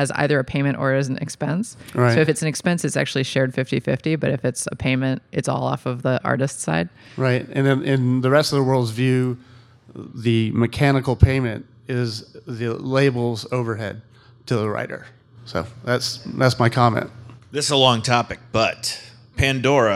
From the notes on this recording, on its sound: LIVE in Durham. We discuss in this final panel from Motorco Music Hall in Durham, NC.